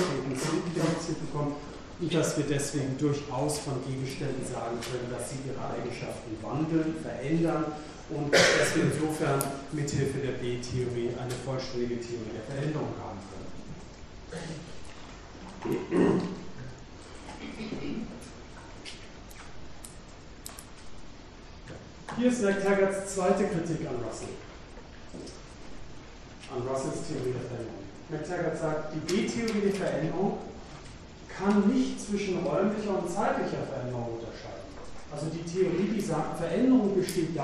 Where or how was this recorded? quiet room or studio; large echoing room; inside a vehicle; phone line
large echoing room